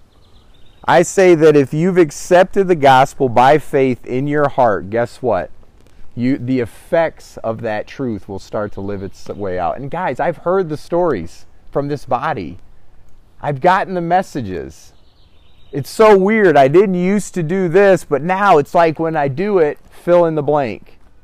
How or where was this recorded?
outdoors